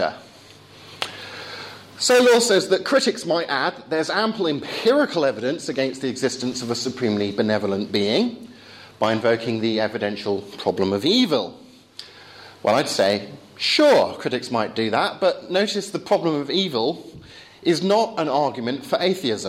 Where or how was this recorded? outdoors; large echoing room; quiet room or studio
large echoing room